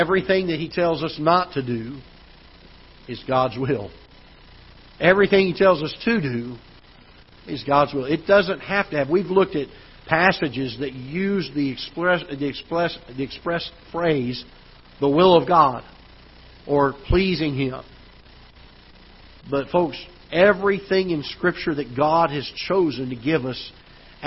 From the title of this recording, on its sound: Ketha Heights Baptist Church ~ Live Broadcast